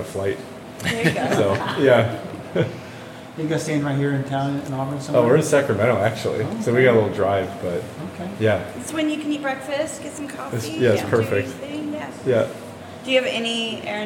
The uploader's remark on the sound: Live at the Auburn Aid Station. To have an in-person live podcast recording at the Auburn Aid Station store just two days before the Canyons Endurance Runs by UTMB race.